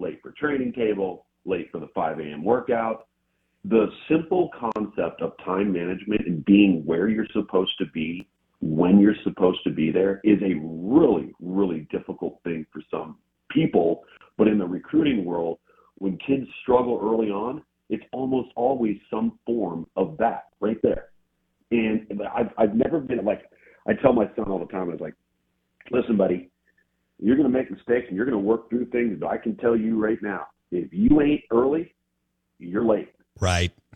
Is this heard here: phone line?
yes